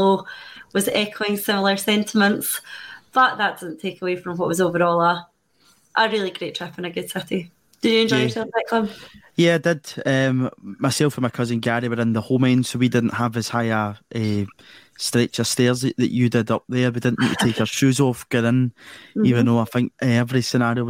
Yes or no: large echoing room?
no